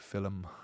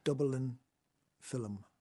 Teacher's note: it's a strong marker of Hiberno-English. The epenthetic vowel. So instead of saying film, we say like film, yeah.